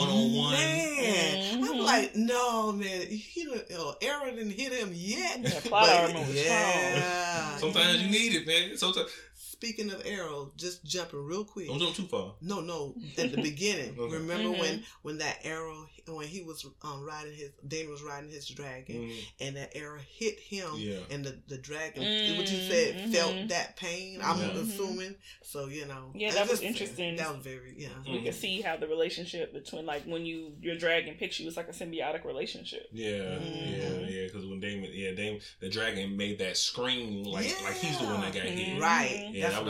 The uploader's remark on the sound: Sorry for any audio issues